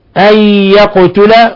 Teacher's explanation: نون ساكنة جاء بعدها الياء إضغام بغنة ثم القاف تقلقل لسكونها